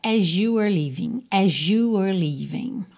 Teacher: As you were leaving, pode soar as you, esse S com som de Z, ou até mesmo um som que é quase um J